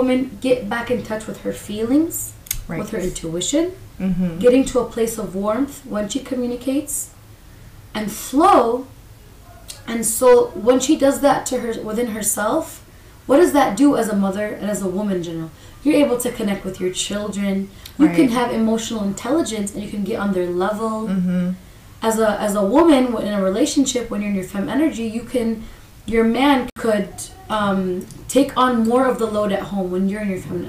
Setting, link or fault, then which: fault, sounds in the background